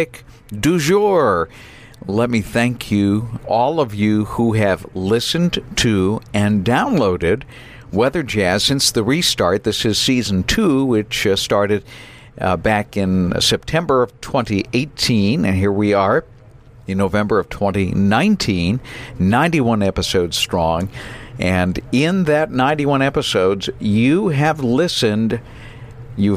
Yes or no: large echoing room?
no